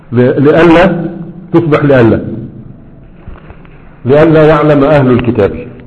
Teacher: أدغمت النون في اللام